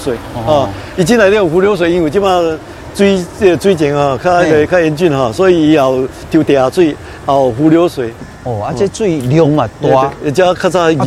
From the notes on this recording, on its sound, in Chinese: 雲林古坑乾旱現場